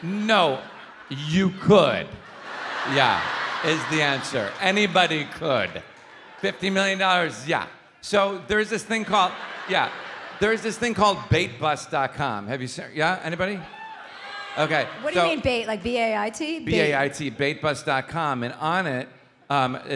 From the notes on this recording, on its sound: live in Chicago for a second show